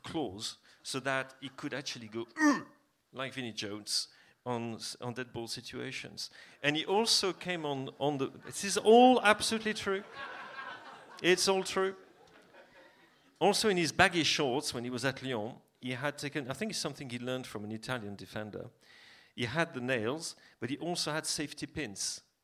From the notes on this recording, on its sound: The second half of our Q&A event at Dublin’s Sugar Club held on Monday 24th April. Some of the comments made on the night were strictly off the record, so you’ll notice a couple of dips in the sound on occasion.